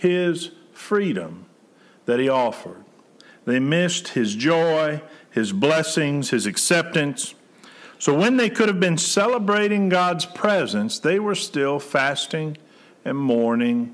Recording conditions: large echoing room